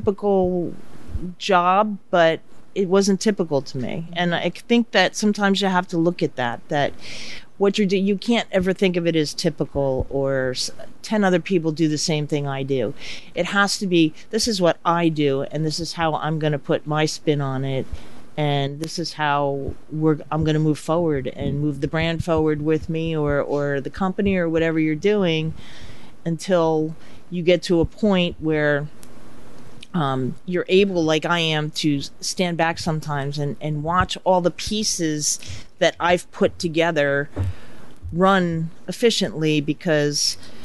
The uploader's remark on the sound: A Talk of Success is LIVE at The Stone Pony in Asbury Park